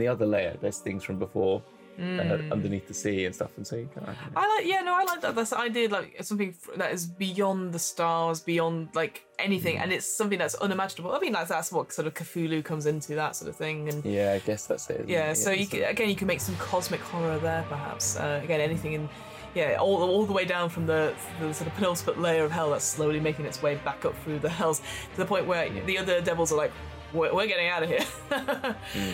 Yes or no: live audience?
no